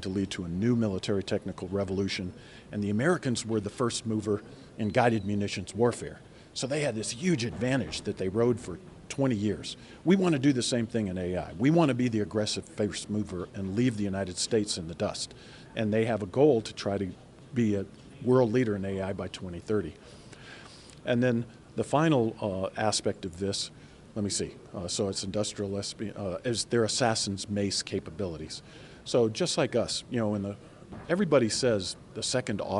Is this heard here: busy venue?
yes